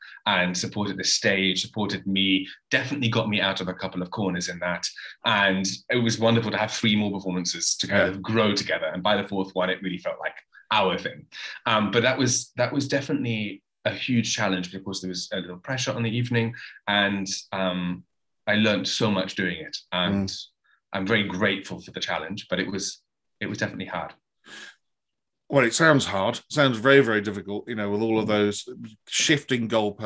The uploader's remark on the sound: This interview was recorded on 20th April 2022 via Zoom.